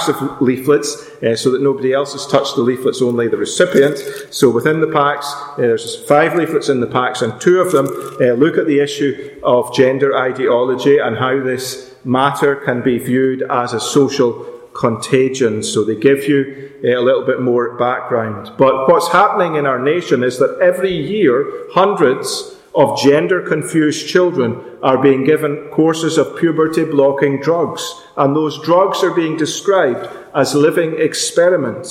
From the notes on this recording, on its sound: Our special afternoon meeting at Ballymacashon Congregational Church. This podcast was recorded live at that meeting.